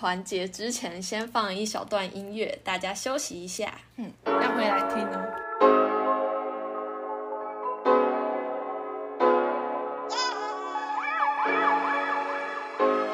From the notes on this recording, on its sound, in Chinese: 在不同空間錄音，所以會有不同的背景音